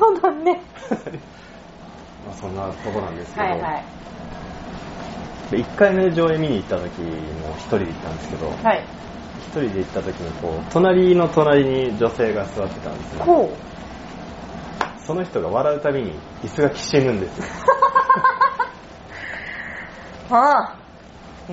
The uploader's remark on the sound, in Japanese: それにしても10/16収録分は雑音が酷いです。すみません。